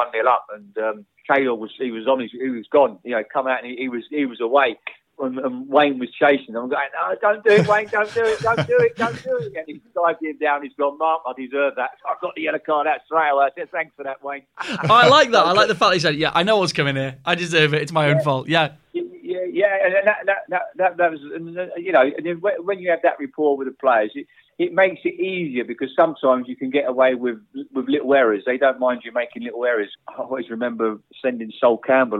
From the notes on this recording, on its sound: joins the boys on the phone